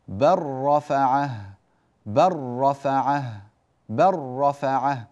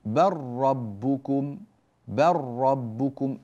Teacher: كذلك بل ربكم، بل ربكم، اللام خلاص ذهبت تماما وادغمت في الراء · Term: الإدغام الكامل